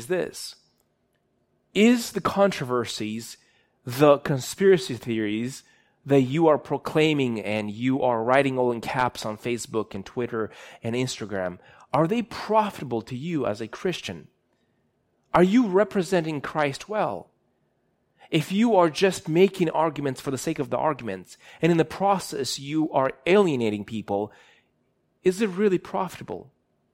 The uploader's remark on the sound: These messages are recorded live in churches all around the U.S but primarily at City Hill Church in Bellevue WA.